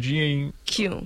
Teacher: So it's not a n sound, it's a ng sound.